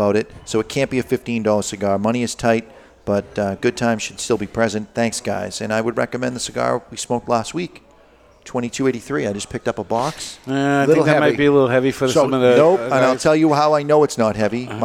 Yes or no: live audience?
yes